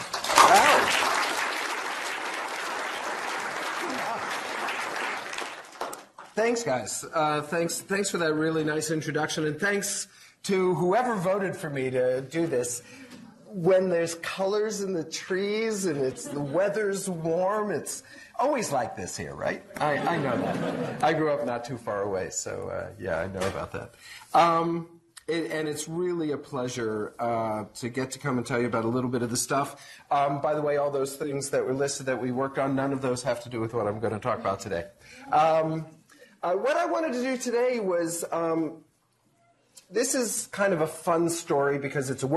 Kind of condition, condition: setting, live audience